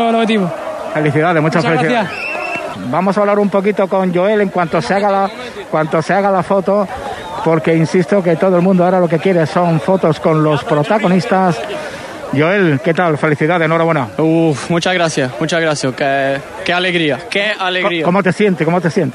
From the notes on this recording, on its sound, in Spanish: Victoria y celebración del ascenso, nuestro microfono llevó la noticia en directo y sobre el terreno de juego.